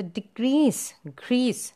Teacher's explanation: The second syllable is stressed there.